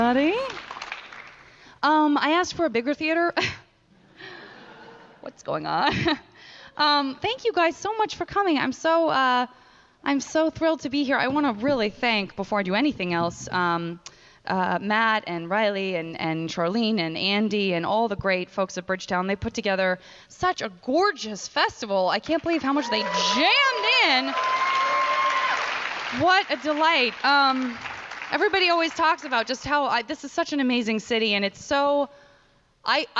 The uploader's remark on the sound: Live recording from Portland's terrifically fun Bridgetown Comedy Festival.